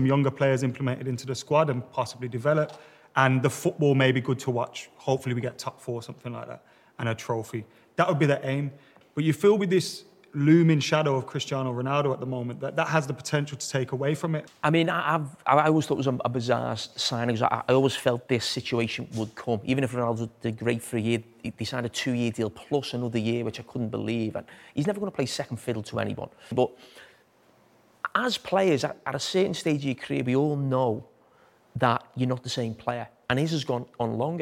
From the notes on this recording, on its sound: The Overlap Live Fan Debate. We’re back with the Fan Debate ahead of the brand new Premier League season.